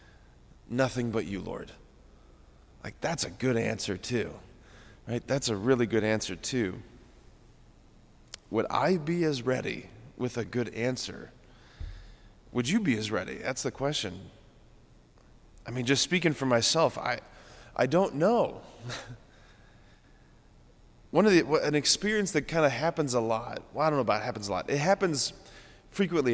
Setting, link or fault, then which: setting, large echoing room